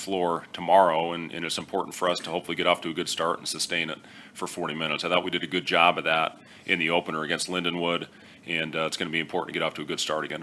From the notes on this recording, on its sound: Weekly Press Conference